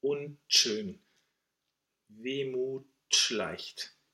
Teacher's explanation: We actually connect the T esh so that we end up with a ch.